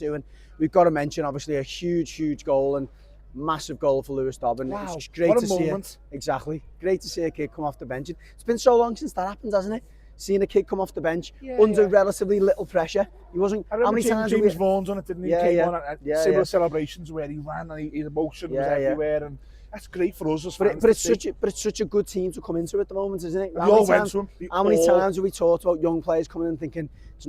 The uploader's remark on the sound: live from Goodison park